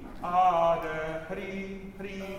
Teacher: It's a very light flipped R. I almost call it like an HD.